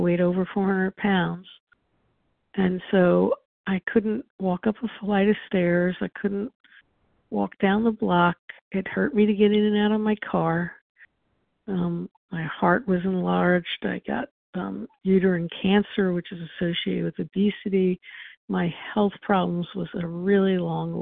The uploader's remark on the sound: from the 100 Pounders Phone Meeting